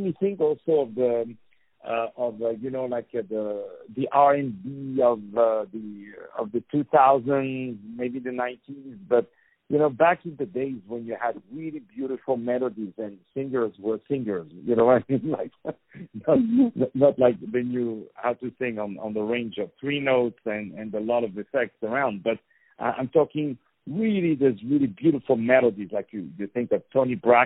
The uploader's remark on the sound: On the phone